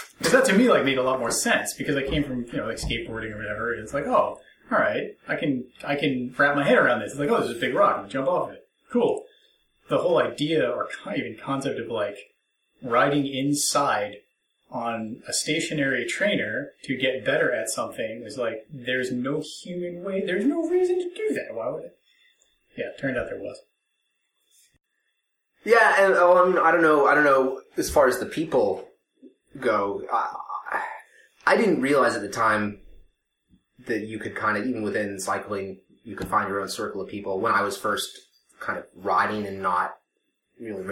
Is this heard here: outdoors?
no